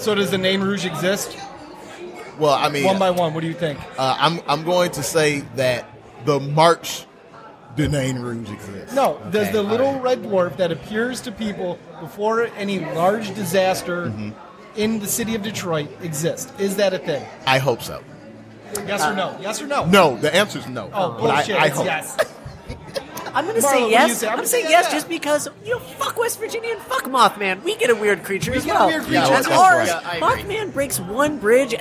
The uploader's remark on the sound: LIVE from Fort Street Galley. Special LIVE Episode recorded at Fort Street Galley.